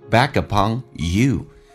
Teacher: Back upon 有一个连音，那个 k 要浊化成 g，在美式发音叫 back uponyou，可以把 you 强调出来，因为对你反过来进行微笑。It smiles back upon you.